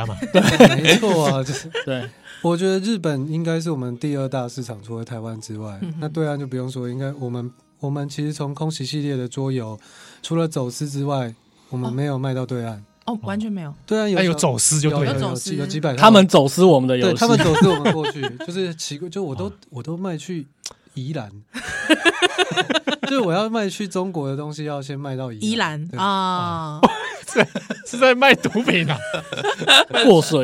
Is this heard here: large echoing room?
no